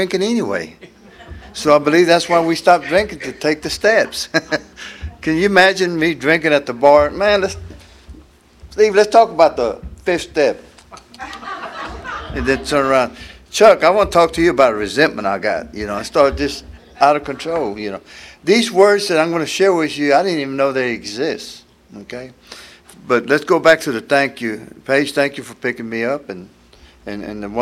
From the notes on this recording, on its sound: tells his story at the 34th Freedom From Bondage Conference in Aberdeen NC in 2023